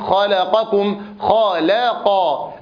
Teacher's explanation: اللام مرققة بين مفخمين بين الخاء والقاف